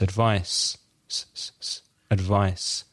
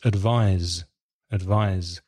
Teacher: advice with a C, it's without vibration. It's without vibration in the throat. · Shown in: first take